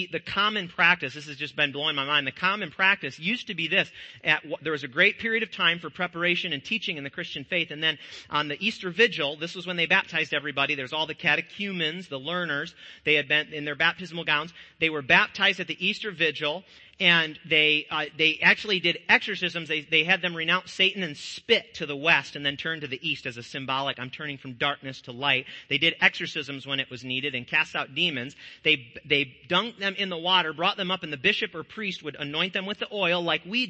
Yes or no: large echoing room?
yes